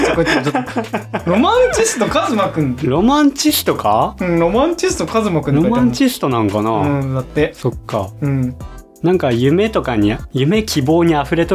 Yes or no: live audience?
no